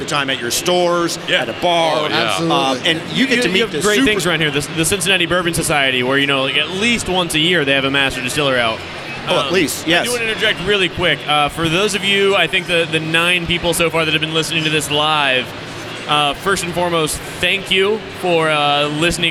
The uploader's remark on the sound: we record live from PROOF Festival at Cincinnati's Duke Energy Center during the first ever high proof spirit and cocktail festival to hit Southern Ohio.